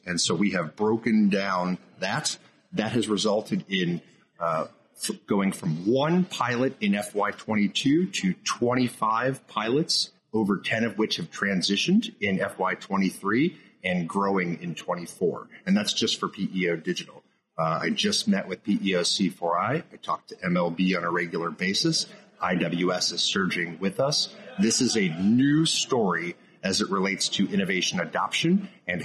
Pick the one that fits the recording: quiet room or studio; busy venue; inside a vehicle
busy venue